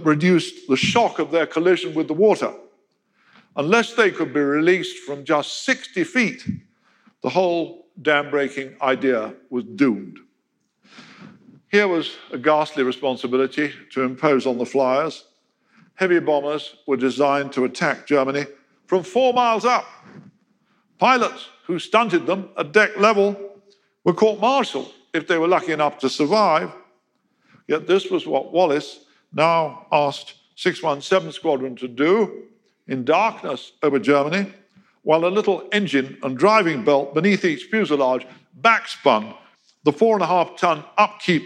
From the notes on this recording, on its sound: In a lecture he delivered at our 2019 BBC History Magazine History Weekend event in Winchester